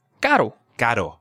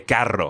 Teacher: you didn't hear me roll the R. It sounded actually like an American D · Shown in: first take